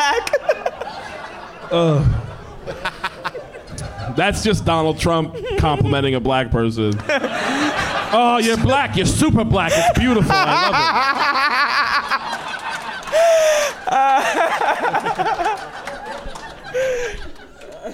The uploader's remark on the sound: Live from Hyena's in Dallas